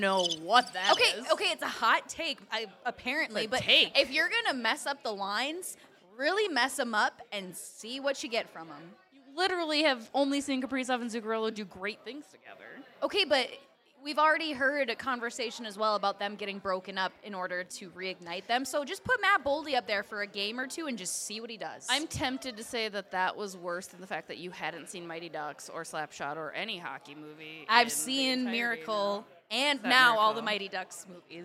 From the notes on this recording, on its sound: Live from Ziggy’s on Main. Hit Stillwater for this week’s episode and this month’s Beauts Live, presented by Grain Belt.